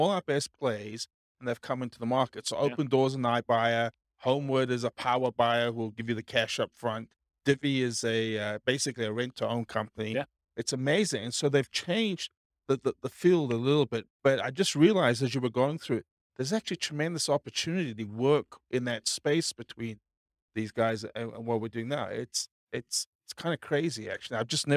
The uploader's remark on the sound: This was a live class recorded